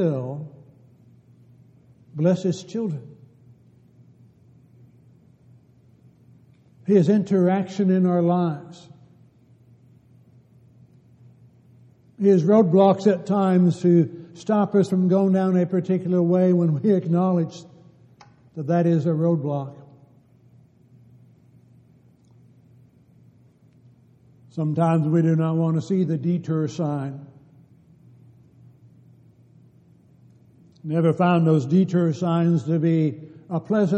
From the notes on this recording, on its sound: Downtown Church Of Christ Audio Sermon